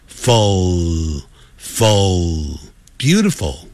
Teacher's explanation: ful 念 ful 的时候快结束的时候舌尖翘上去